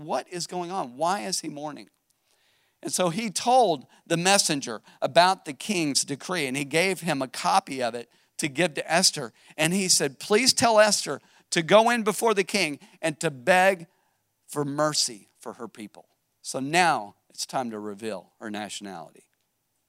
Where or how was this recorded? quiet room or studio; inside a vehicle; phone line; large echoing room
large echoing room